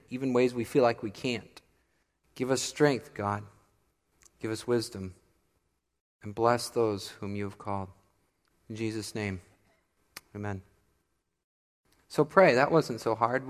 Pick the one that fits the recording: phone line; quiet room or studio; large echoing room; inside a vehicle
large echoing room